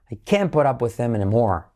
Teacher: Y la T no la pronunciamos. Simplemente acentuamos toda la palabra.